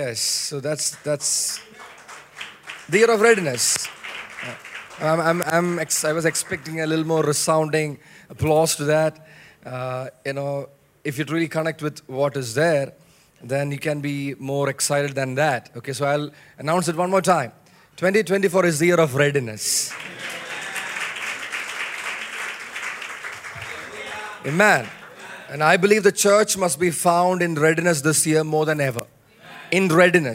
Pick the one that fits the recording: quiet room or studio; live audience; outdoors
live audience